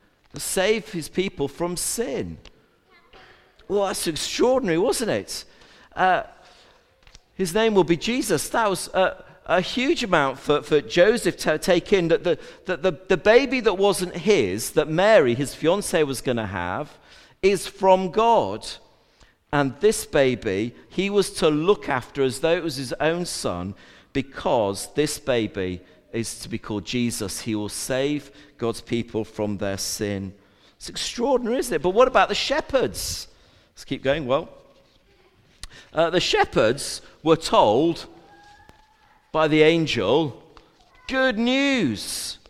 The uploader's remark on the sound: A Recording of the All Age Carol Service